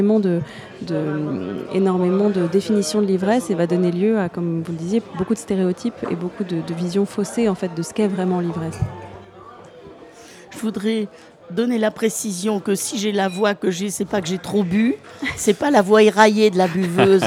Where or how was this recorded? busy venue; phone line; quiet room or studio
busy venue